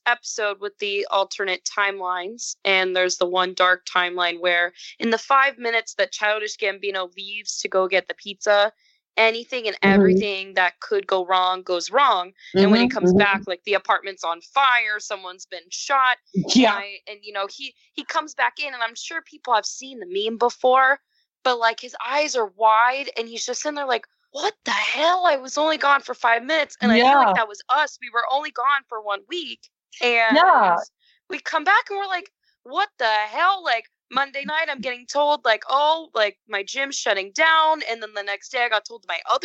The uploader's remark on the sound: This recording is the first of many virtual recordings to come.